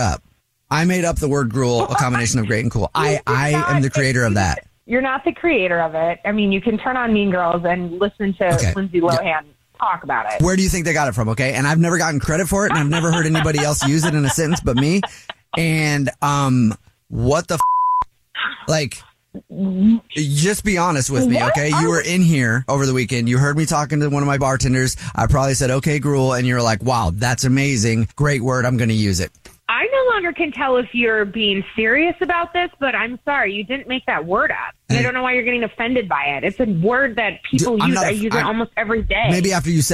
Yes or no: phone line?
yes